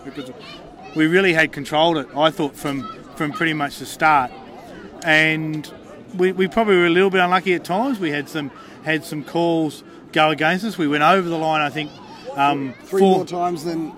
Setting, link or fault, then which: setting, busy venue